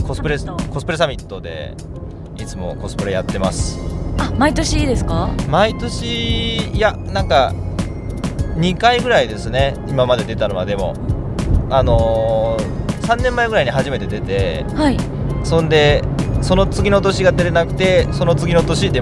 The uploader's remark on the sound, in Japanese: 下條村への道中で録り貯めした「ボクワタ」音声